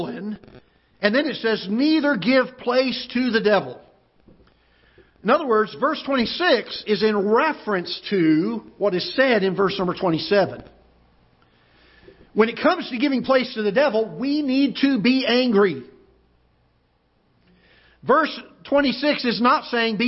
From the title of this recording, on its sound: Ketha Heights Baptist Church ~ Live Broadcast